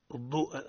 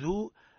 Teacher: ضو مضغوط نوعا ما لا نقول ذو · Shown in: first take · الفرق بين الضاء والضاد هو المخرج والاستطالة.